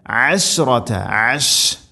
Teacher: ഷീൻ തഫശി എന്ന സിഫത്ത് കൊണ്ടുവന്ന് അഥവാ പരത്തി ഉച്ചരിക്കണം